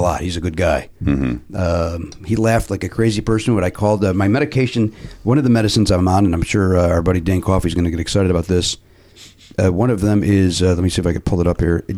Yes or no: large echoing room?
no